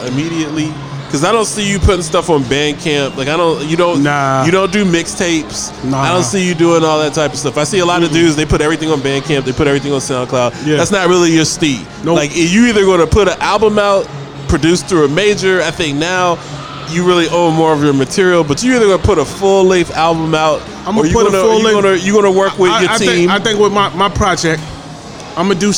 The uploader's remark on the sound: Live from Dave & Busters